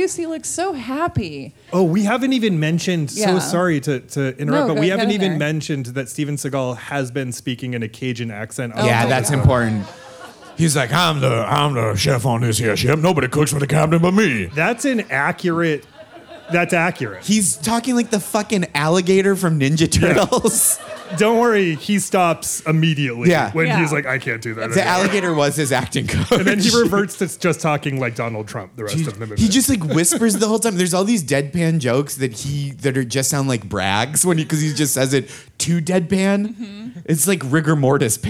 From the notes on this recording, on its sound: This episode was recorded on the JoCo Cruise. This episode was recorded on the JoCo Cruise.